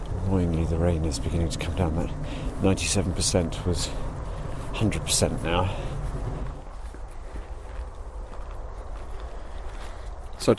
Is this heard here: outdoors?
yes